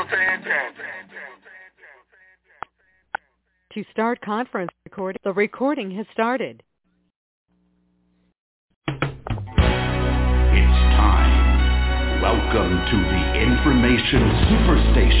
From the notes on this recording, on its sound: TNTSuperfantastic Conference Call.